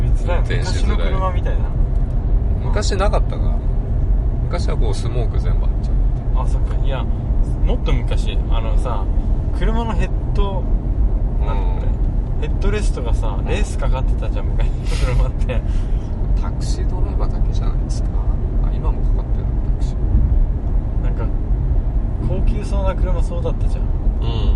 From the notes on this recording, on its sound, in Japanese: 車内での録音です、音質悪いです